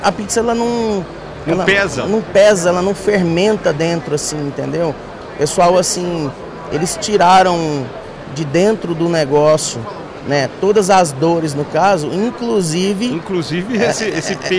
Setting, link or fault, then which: setting, busy venue